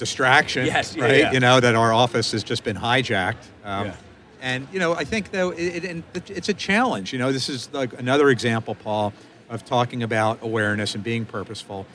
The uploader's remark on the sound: live from the Darby booth at the GNYDM 2019